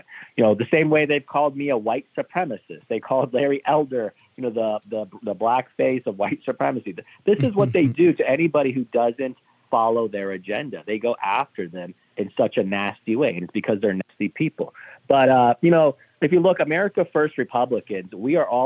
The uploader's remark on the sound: Finally, we take your calls in open phones across America.